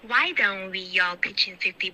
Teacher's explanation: Chin 不是 chin，你现在是这个元音跟鼻音一起发 in，然后你用的是前鼻音，你没有顶舌尖